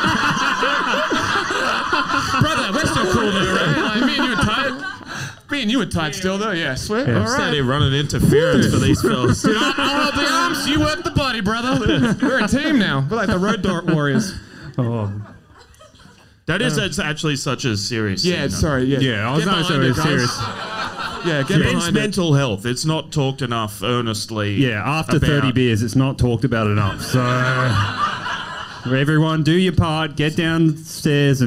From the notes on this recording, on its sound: Live Show Melbourne. This weeks ep is half of our red hot live show in Melbourne.